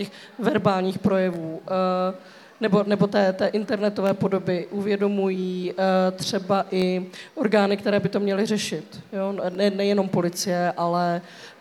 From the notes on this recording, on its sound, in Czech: na knižním festivalu v Ostravě